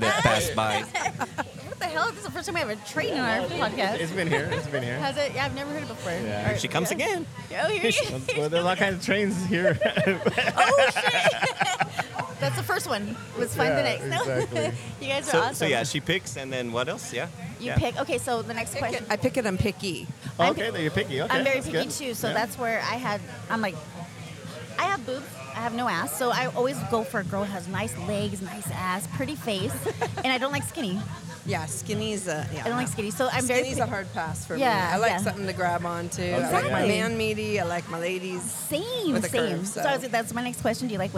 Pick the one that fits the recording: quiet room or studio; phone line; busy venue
busy venue